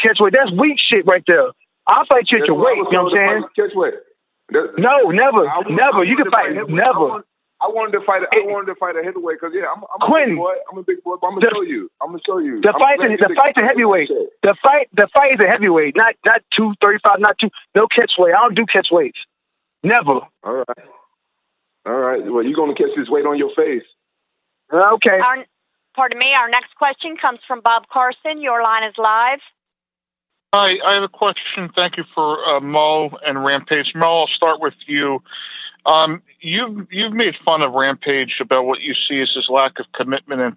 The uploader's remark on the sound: The audio from the Bellator 175 call